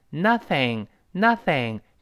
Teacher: thannothing。哎，这固定搭配又得背起来了，叫 It is better thannothing。这比这个，这个一分钱不给我涨还是强一些嘛？就我们常说的聊胜于无。嗯，尽管没有达到八十美分，三十比零，零还是强啊，对不对？我们把这句话得背一下。Itis，连读一遍的，It isbetter。读快之后浊化，读成 better，betterthen nothing 这两个 t 是有土舌头，不要读，但，而是 then,then，你看舌尖跟上牙摩擦的声音，then, then nothing,nothing，这个 thing 又是舌尖伸，伸出一点儿跟上牙蹭